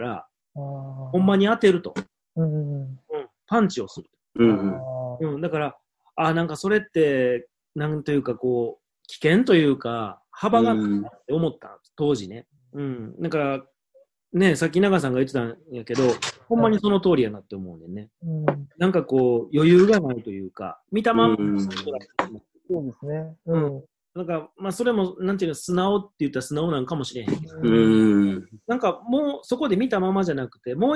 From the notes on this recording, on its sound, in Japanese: ZOOMにてコラボ収録をお送りします